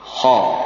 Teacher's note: bangsa Arab membaca kha dengan tebal dengan cara menaikkannya ke langit-langit, diarahkan suaranya ke langit-langit. Kha. Ya, maka kita pun tentunya berusaha untuk membaca kha dengan sifat seperti yang dibaca oleh al-Arab.